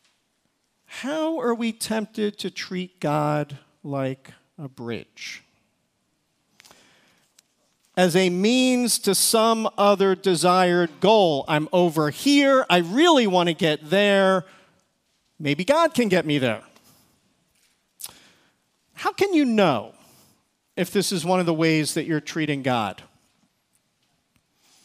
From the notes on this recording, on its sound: Recorded service from February 18, 2024.